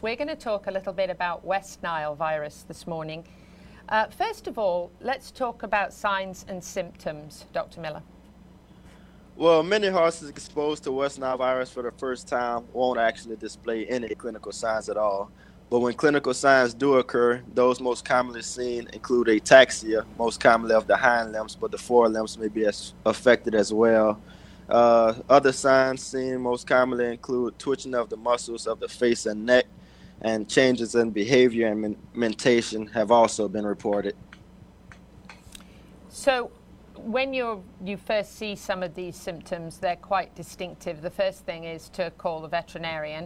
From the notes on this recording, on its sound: live from the 36th Annual Shrine Rodeo in Ocala